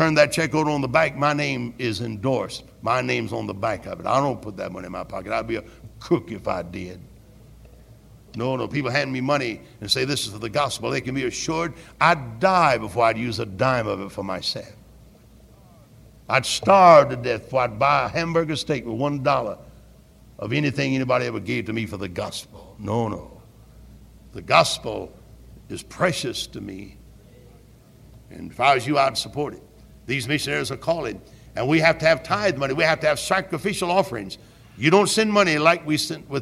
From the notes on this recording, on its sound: Originally preached at Tabernacle Baptist Church in Greenville, SC.